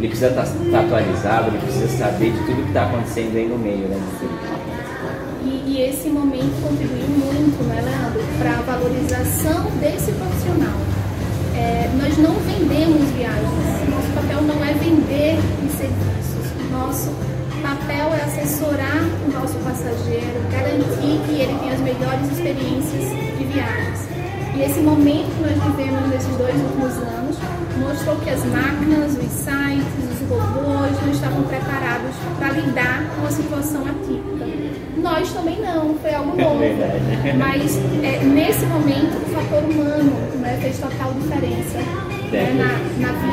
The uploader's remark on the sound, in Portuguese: Confira este episódio que foi gravado no Recife durante a convenção dos franqueados da Clube Turismo.